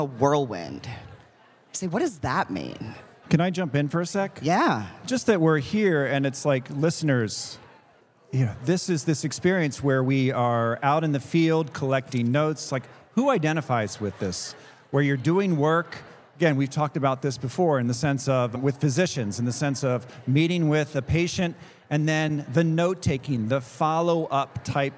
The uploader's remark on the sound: Live! at the Annual International Conference on ADHD